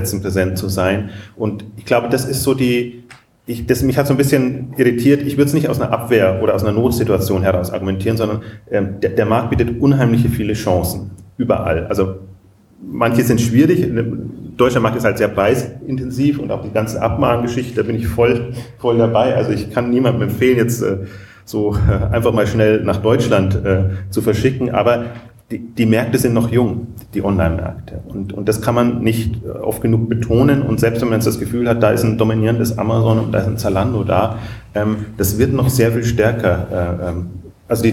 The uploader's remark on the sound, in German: Diese Sonderausgabe der Exchanges wurde live vor Publikum aufgezeichnet auf dem diesjährigen VSV-Herbstevent.